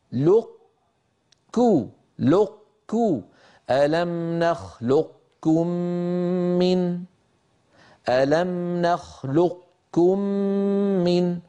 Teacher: هنا يطبق على قاف ثم يجافي عن كاف من غير، طبعا قاف غير مقلقلة. هكذا ألم نخلق لقكو لقكو، · Term: بإبقاء صفة الاستعلاء